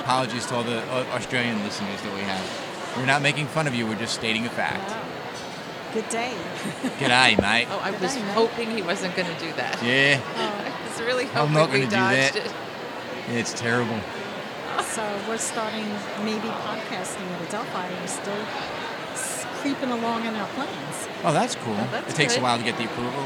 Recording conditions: busy venue